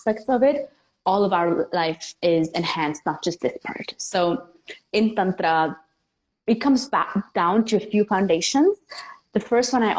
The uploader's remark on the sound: This episode is an IG Live turned into Podcast.